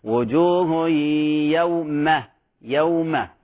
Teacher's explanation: وجوه يوم الصحيح أنها مرققة، يعني نفيدك في هذا الأمر، الميم ليست من حروف خص ضغط قض، ليست مفخمة